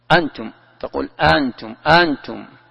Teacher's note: الثانية ما تنطقها همزة، تنطقها ألف · Term: إبدال